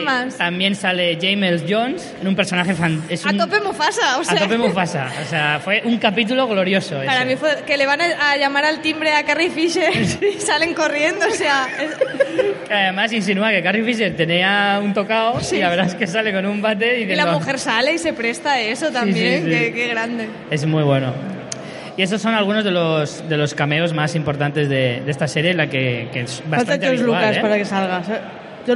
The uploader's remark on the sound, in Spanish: Tuvimos el placer de hacer un directo desde el Salón del Cómic de Alicante